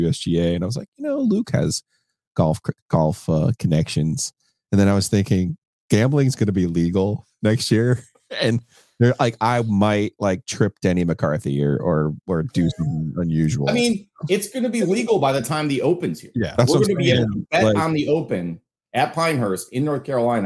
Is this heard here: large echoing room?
no